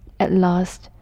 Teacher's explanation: there is no need for you to pronounce t